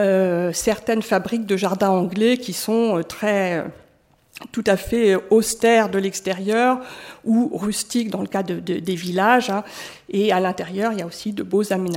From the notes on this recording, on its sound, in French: Intervention enregistrée le 23 octobre 2014 dans le cadre du colloque « Conserver et restaurer les théâtres historiques (XVIIIe – XIXe siècles) : pour qui, pour quoi ?